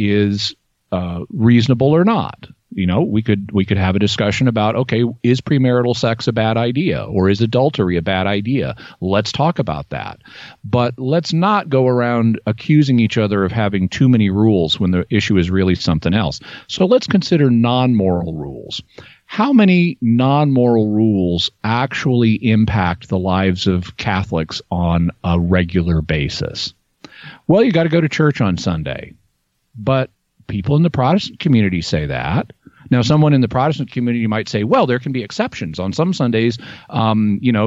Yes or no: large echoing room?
no